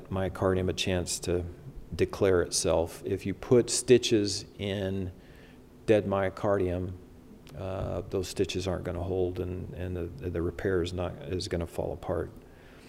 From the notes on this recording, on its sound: This is an updated lecture recorded Sunday, September 11, 2022 during the CORE conference in Salt Lake City, Utah - USA.